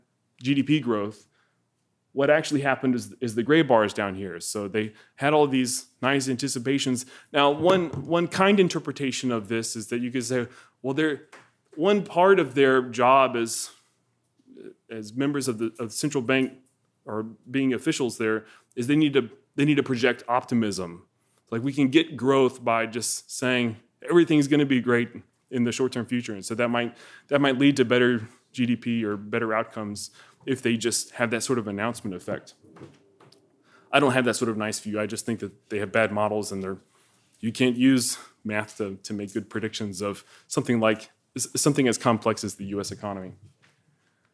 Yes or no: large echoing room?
yes